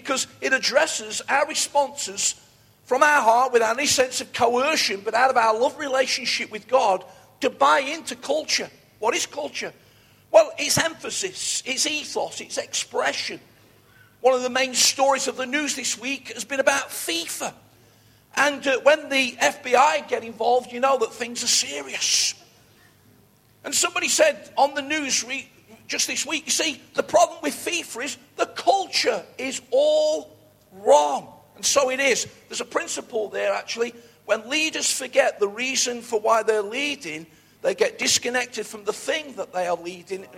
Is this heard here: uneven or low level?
no